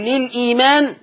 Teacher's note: هتنقل حركة الهمزة لللام وتثلث البدل، لليمان لليمان لليمان، ماشي.